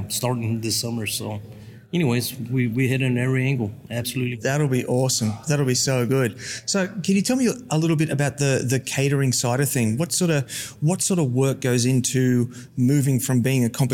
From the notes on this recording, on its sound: NBBQA Conference - Day 1. In this episode, you’ll find a collection on interviews I recorded on the Thursday - the first day of the conference sessions.